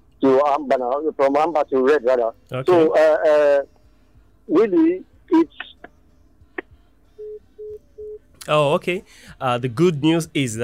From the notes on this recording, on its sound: I opened the phones lines for listeners.